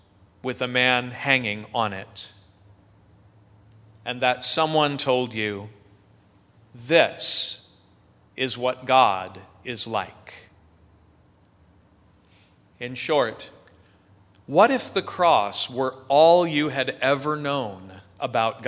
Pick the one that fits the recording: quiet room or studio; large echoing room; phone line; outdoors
large echoing room